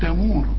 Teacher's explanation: كل الحروف مرققة عدا الراء، الراء هنا مفخمة لأنها مضمومة